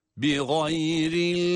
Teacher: Kaf harfinde durduğumuz zaman kaf harfinin duruşunda kalkale harfi olması itibariyle kalkale sesini, yani kafın mahrecini depreterek patlayan bir sesle durabiliyoruz